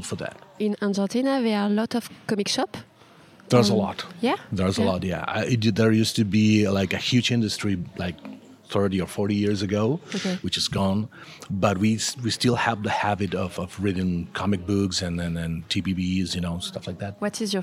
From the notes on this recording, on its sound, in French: interview au Festival International de la BD d’Angoulême